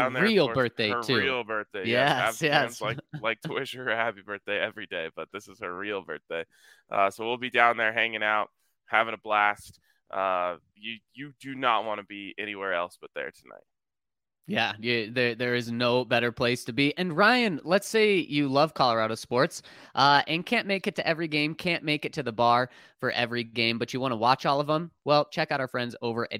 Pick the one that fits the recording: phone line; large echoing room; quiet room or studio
quiet room or studio